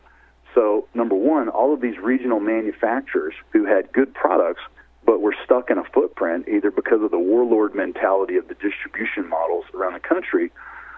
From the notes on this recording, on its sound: called in to SmallCapVoice